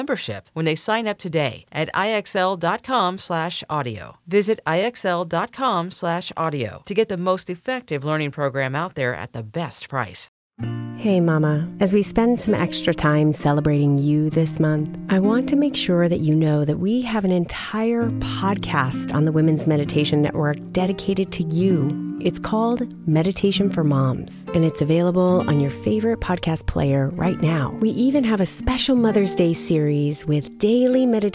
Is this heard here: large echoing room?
no